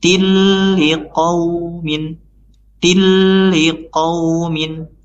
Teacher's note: jadi tanpa dengung dan tanpa harus ditahan, langsung dimasukkan ya kasrotain pada huruf ta di sini, langsung masuk ke huruf lam, tilli qaumin, tilli qaumin.